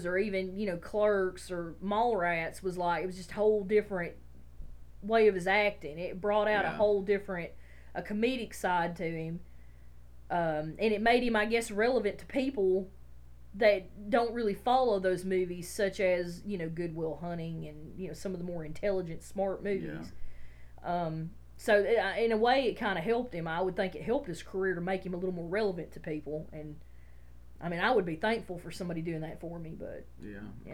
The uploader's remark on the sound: The audio on this episode may be a little low but the problem has been fixed for future episodes.